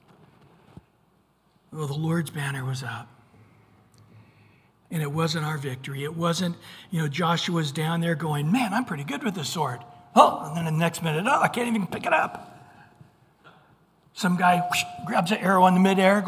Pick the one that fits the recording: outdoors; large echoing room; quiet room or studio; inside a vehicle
large echoing room